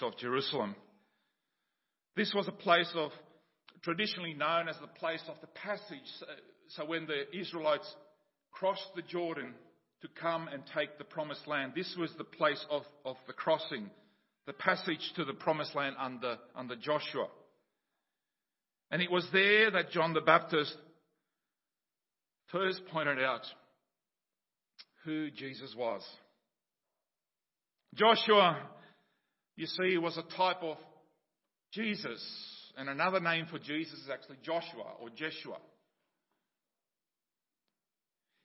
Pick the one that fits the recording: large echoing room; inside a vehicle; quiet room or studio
large echoing room